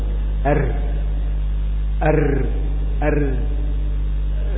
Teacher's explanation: تجد ان الغشائين الصوتيين يهتز · Term: الراء